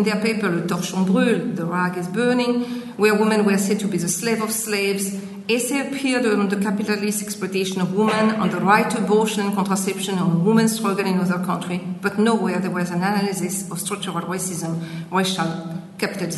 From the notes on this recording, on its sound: recorded at 'In Search of Transcultural Memory in Europe' conference, UCD, September, 2016